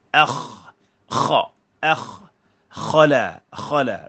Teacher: kha ni mempunyai sifat yang dipanggil isti'la, ya, lidah terangkat atau terangkat atau meninggi ke langit. Jadi kha, akh, kha, akh, khala, khala, begitu.